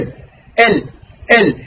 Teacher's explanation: يخرج الصوت واللسان يطرق بغار الحنك ويقطع الهواء الخارج والصوت الخارج